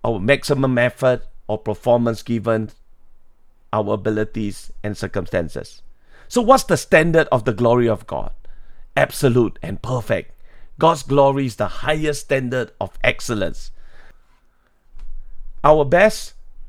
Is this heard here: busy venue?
no